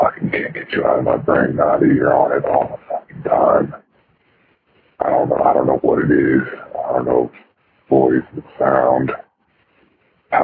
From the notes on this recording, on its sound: Because this was a fuzzy phone recording, you might not understand every word.